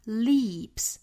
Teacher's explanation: 注意长元音 e,嘴角紧张